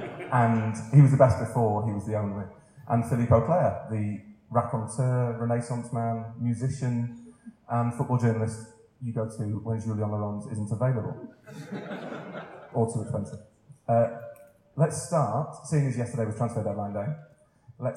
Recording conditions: poor sound quality